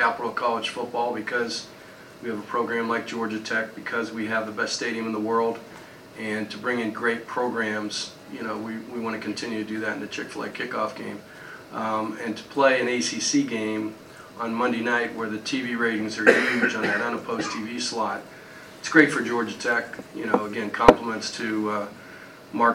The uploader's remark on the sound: Mercedes-Benz Stadium Press Conference